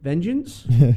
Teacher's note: You could almost hear the rising intonation at the end.